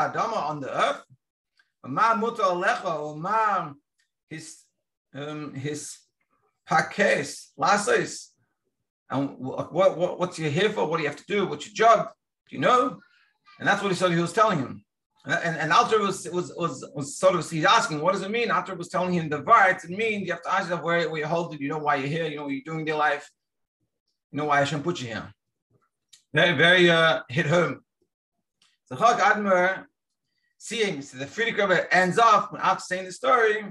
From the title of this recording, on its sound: Daily Zoom Shiur